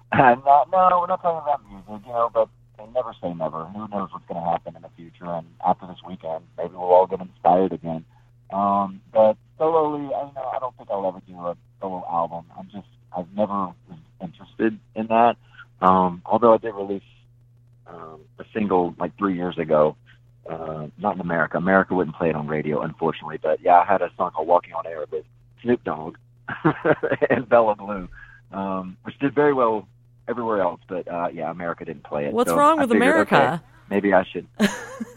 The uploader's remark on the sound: We hopped on the phone